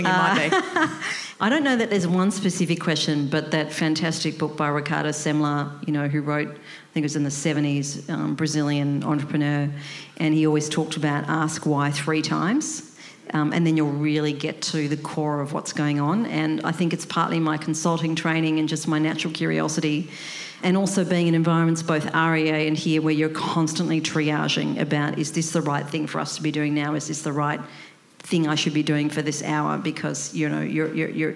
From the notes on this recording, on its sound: For the first time ever we have taken Coffee Pods live on stage to record an interview.